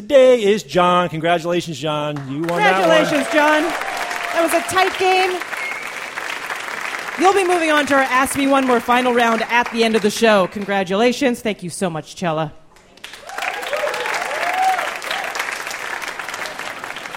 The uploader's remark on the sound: Live From The 2013 World Science Festival